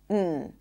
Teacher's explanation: the tip of the tongue blocks the air inside the mouth and the air comes out through the nose